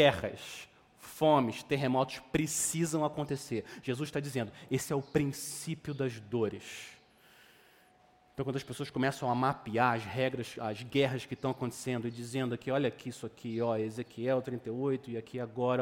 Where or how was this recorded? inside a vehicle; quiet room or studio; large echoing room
large echoing room